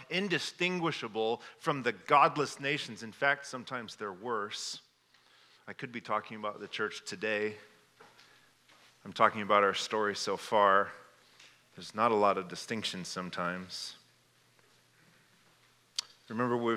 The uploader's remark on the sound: This message was given at Fall Conference 2022. Stonebrook Community Church in Ames, IA.